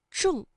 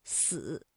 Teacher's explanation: 有重是翘舌音，死是平舌音